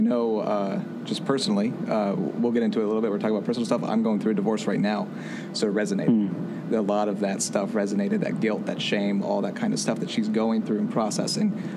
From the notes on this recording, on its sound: The conversation was recorded on site at the Lost Weekend XI film festival at the Alamo Drafthouse in Winchester, Va. The conversation was recorded on site at the Lost Weekend XI film festival at the Alamo Drafthouse in Winchester, Va.